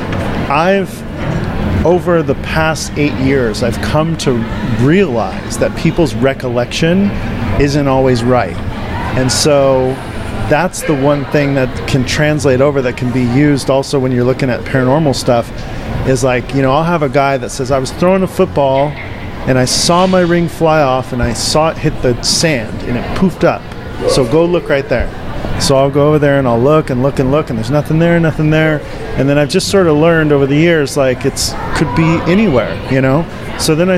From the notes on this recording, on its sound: Special show live from Midsummer Scream Halloween Horror Convention in Long Beach California.